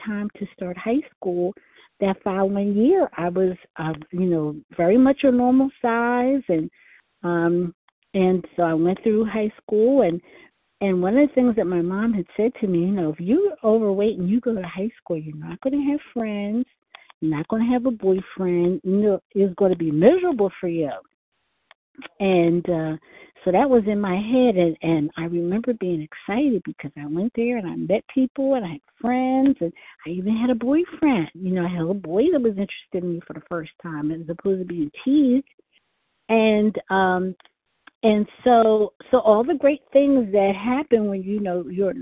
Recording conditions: phone line